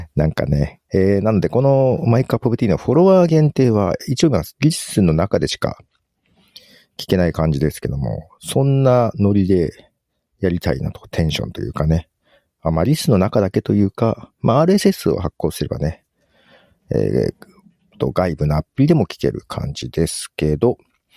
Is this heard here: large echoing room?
no